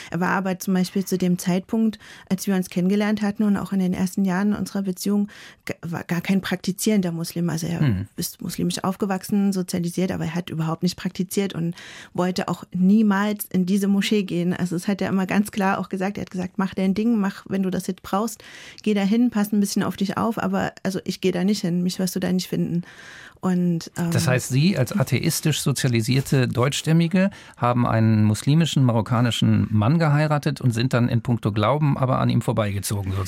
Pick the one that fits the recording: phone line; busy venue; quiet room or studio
quiet room or studio